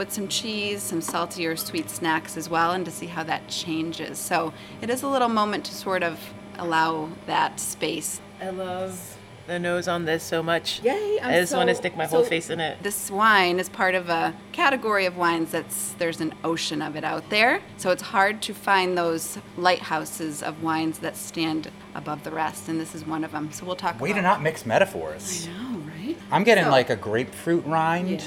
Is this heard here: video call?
no